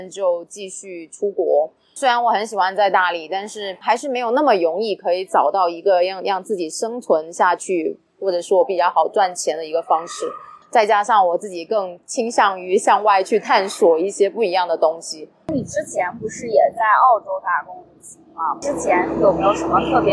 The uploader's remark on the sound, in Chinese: 本期节目于户外录制，更推荐你在安静的环境下收听。